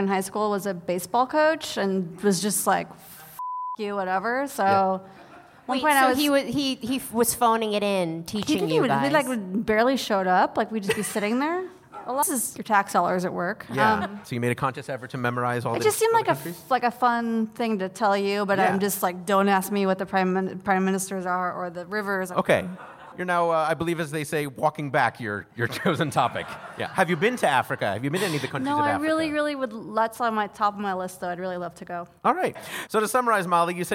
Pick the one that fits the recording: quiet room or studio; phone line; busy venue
busy venue